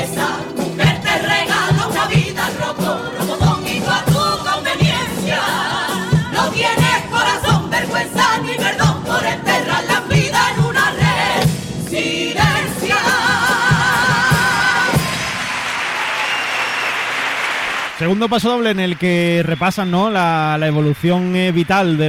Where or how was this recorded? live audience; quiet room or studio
live audience